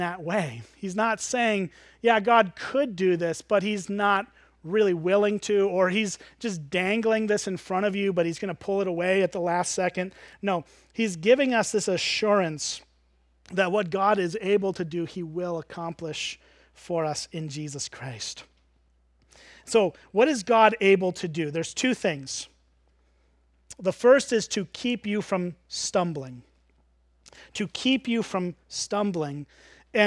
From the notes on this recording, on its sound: At Springbrook Church in Antigo, WI.